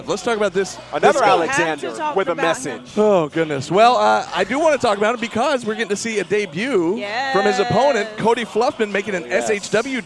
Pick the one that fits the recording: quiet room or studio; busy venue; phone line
busy venue